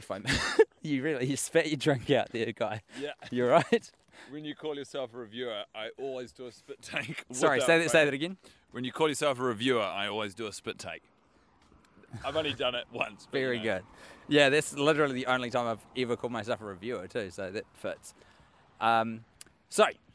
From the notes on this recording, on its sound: Grabbed the microphone and roamed the streets of suburban New Zealand. Their trip includes fireworks blowing up in the background and a quick shop at the supermarket. Two men with headphones on talking into beanie.